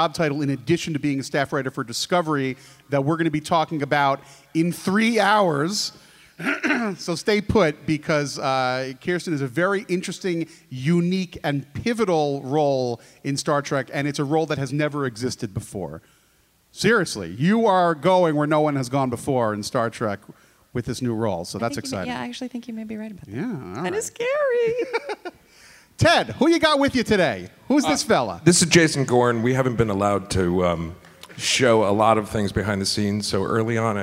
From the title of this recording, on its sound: Star Trek Las Vegas Inside The Discovery Writer's Room Panel